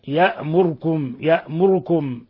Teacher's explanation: الوجه الثاني للدوري الاختلاس، والاختلاس عرفه القراء الإتيان بثلثي الحركة، أي ضمة غير تامة